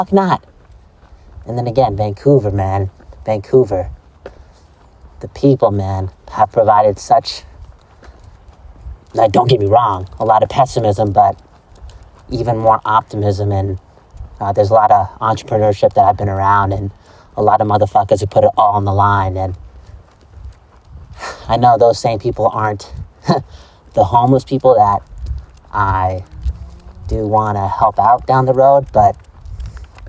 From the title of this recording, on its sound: Walk N Talk